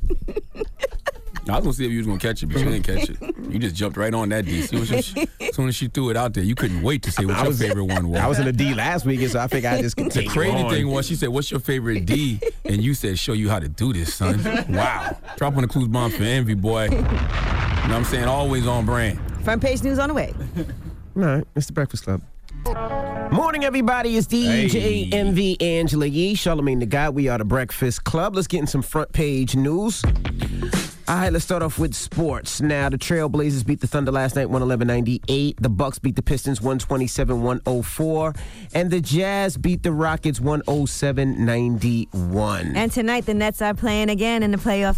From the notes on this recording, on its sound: we opened up the phone lines to see what our listeners had to say about it